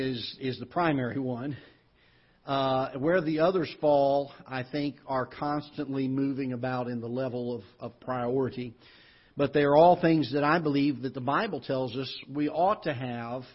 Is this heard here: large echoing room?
yes